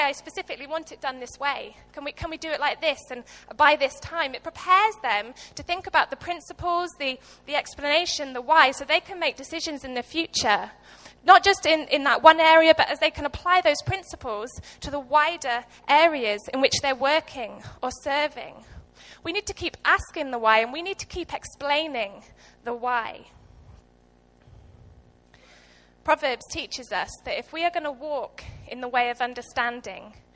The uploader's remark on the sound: Recorded live at Life Church Lancashire